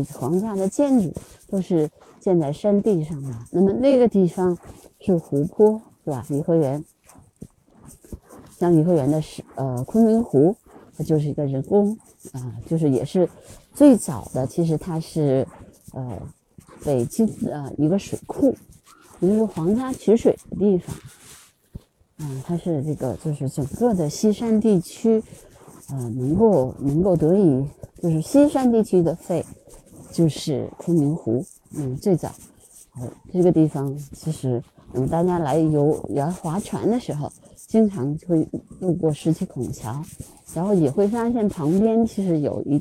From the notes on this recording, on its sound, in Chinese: 这是我今年世界湿地日在颐和园录制的声音纪录片的部分剪辑。可以听出当时很冷，我的声音也带着冬日的气息。